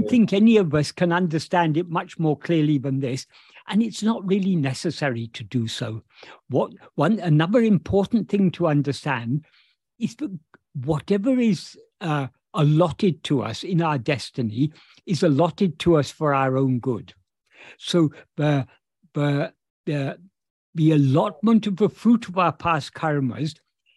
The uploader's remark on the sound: In a Zoom meeting